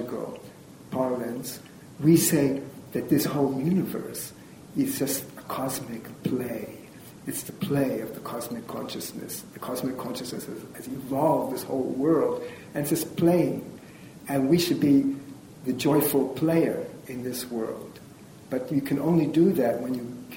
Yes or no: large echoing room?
yes